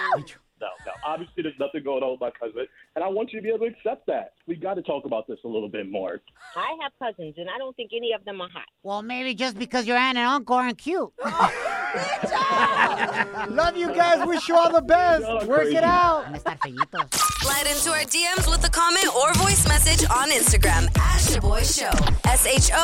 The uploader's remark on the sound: We opened up the phone lines and asked our listeners what they thought of the situation.